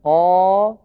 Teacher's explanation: إن هذا المد بمقدار حركتين، أي بمقدار النطق بحرفين متحركين متتاليين، فزمن قا مثلا يساوي زمن قاقا تماما، هذا معنى قولهم حركتين.